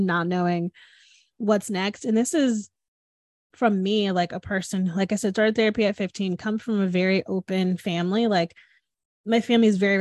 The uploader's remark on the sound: This podcast was recorded via Zoom.